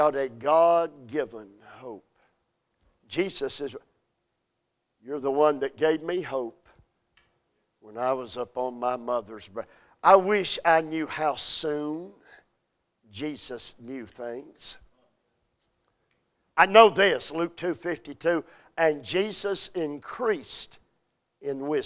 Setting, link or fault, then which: setting, large echoing room